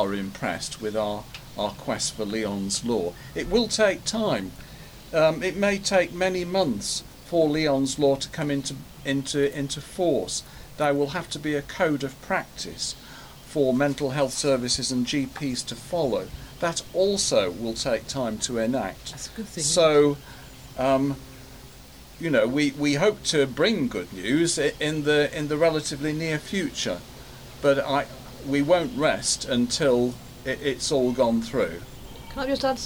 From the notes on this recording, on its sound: Recorded on the balcony of the home